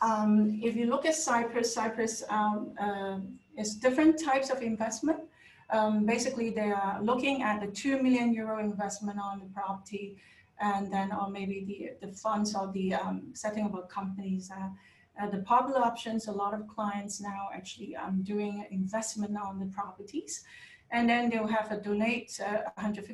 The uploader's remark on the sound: Webinar audio recording dated 3 Jun 2020.